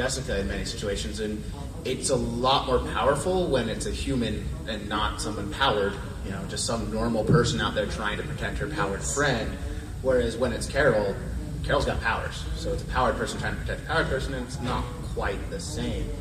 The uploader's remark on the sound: Panel FanX 2016